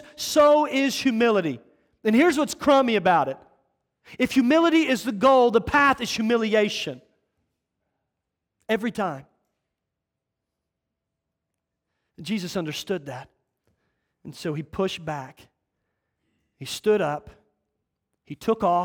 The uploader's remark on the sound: the 2nd message from our Awakening Men's Conference